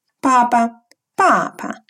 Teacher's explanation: Первый слог произносим четвертым тоном, второй слог легким тоном.